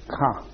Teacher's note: So when he decided to say that sound, drawn like that, ka, then he put the back of his tongue up against the back of the palate, near the soft palate, pressed it hard, blew, and then whipped it down